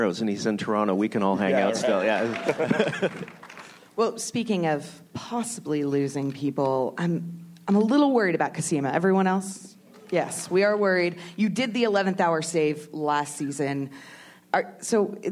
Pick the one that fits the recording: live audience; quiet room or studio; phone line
live audience